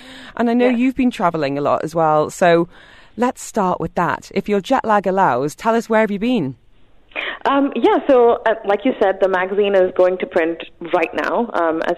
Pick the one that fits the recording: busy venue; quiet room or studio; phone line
phone line